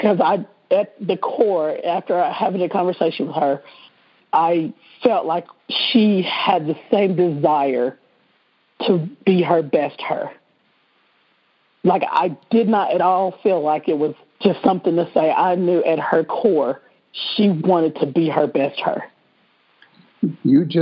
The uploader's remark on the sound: On Monday's we're BLOWING UP Soul University's Pay Me What I'm Worth conference-call based classes. We record (then broadcast) our classes.